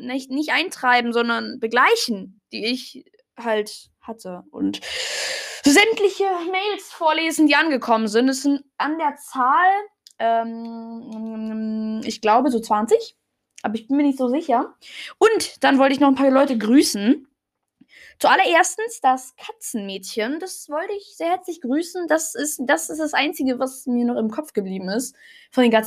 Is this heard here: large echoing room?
no